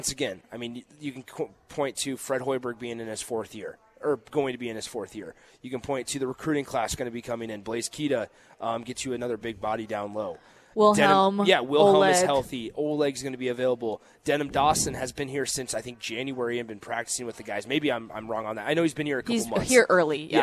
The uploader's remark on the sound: Live from the Upside Bar and Lounge